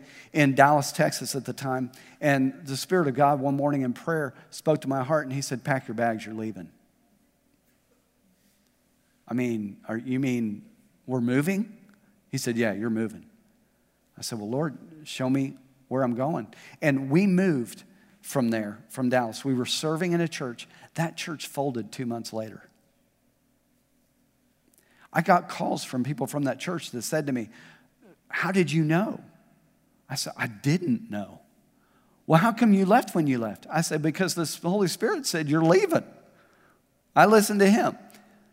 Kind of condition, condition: setting, large echoing room